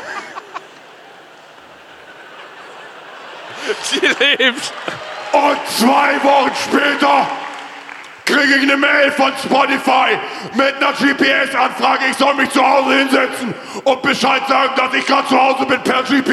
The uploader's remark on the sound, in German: Live aus Hamburg. Live aus der Sporthalle Hamburg.